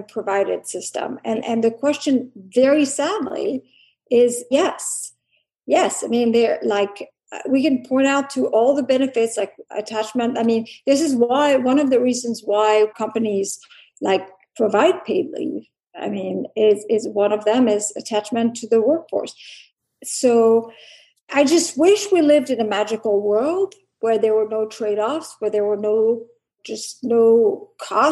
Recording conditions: video call